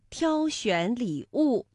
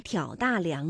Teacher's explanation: 像挑选礼物，那就是读一声挑，而挑大梁呢，我们读三声